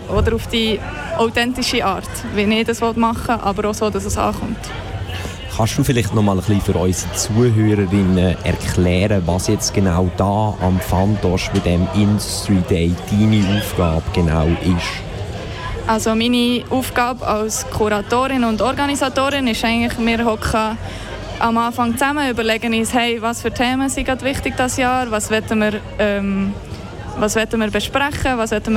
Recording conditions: busy venue